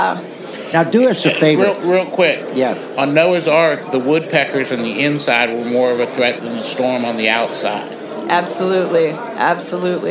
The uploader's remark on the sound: SURPRISE podcast interview LIVE from the Midwest Regional Tow Show!